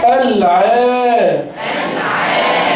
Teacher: ألف مد طبيعي حركتان